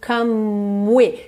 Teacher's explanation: Você já sai do M, do come, para o som do W.